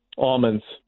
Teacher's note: No, he used an L. He did not pronounce the L.